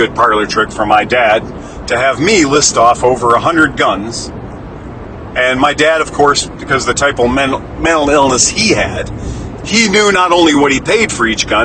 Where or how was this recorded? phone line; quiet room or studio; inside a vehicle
inside a vehicle